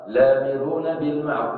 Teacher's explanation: لو أسقطنا هذه الهمزة أسقطنا معها كذلك البدل وقرأنا لامرون بالمعروف